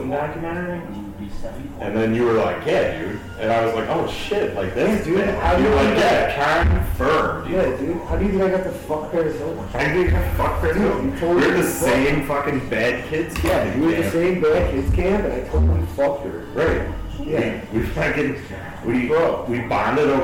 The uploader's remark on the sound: we will get better mics i swear